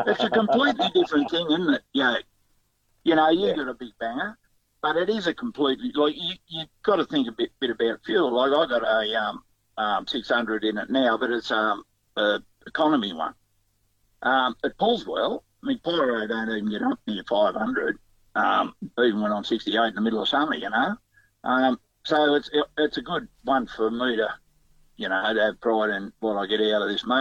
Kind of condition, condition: link, phone line